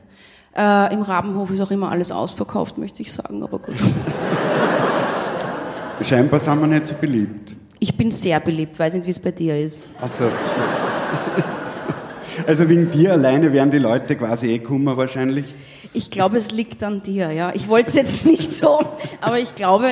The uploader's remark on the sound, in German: Auf dem roten Stuhl LIVE SHOW